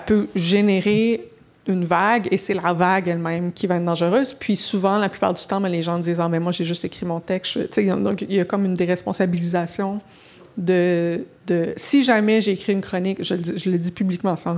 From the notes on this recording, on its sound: Cette conversation a été enregistrée au Centre PHI à Montréal. This conversation was recorded live at the PHI Centre in Montreal. Thank you to the team at the PHI Centre for their help with this event.